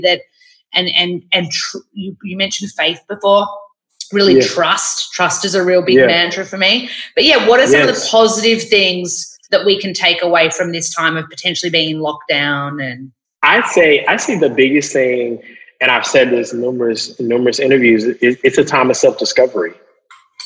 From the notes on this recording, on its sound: The episode was recorded online as he’s based in New York.